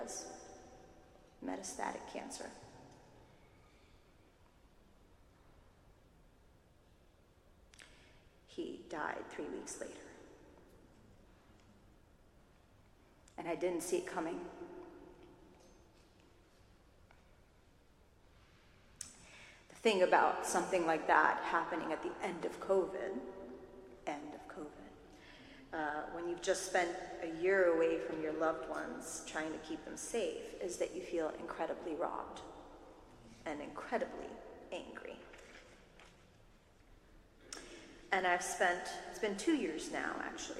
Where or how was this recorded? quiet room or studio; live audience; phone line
live audience